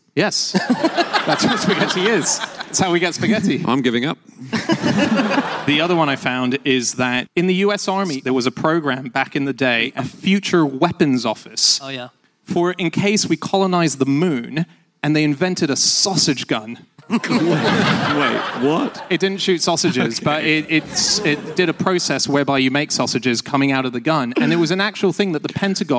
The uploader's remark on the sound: Live from the Lyric Theatre in London